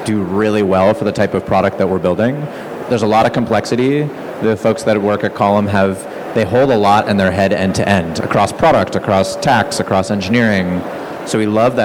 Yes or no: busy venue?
yes